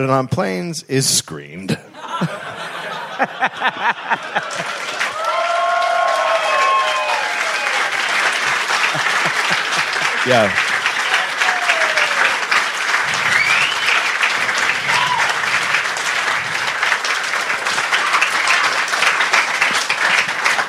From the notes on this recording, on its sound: recorded live in Perth